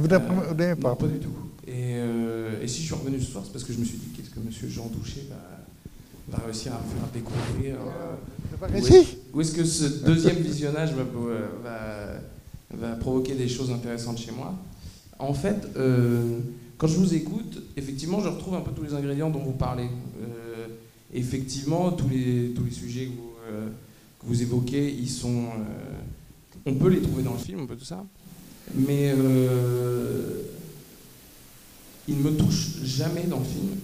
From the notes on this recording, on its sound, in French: suite à la projection du film le 21 octobre 2015 au Centre des arts d'Enghien-les-Bains